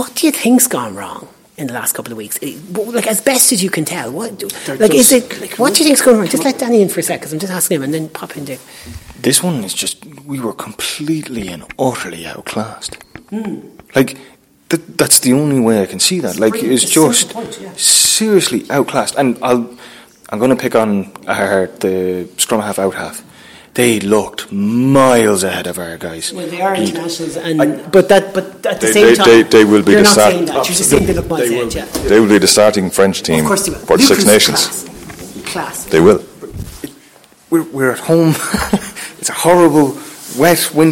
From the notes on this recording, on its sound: give their thoughts in the post match press conference